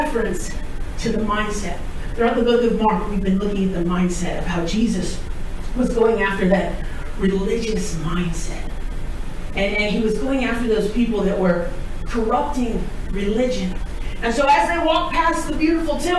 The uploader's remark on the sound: We apologize for the audio.